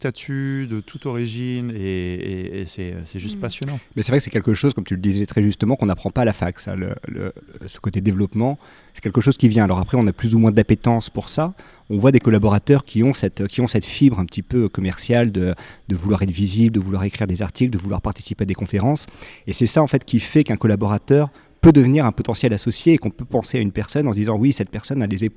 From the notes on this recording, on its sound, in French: Cet épisode a été enregistré en marge du Congrès INTA 2023 à Singapour.